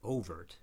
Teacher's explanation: Overt is normally pronounced with the stress only on the first syllable.